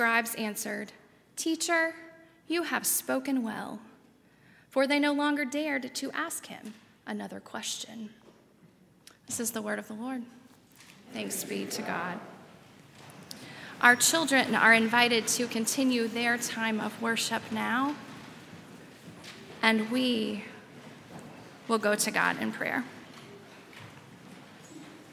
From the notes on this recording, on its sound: at Highland Baptist Church